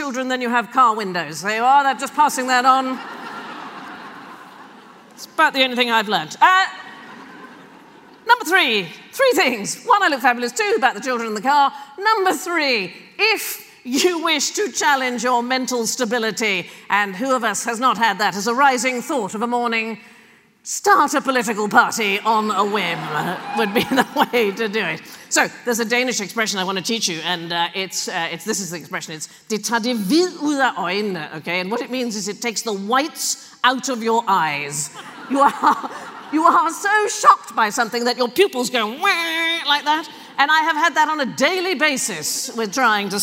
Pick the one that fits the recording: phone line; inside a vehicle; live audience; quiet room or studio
live audience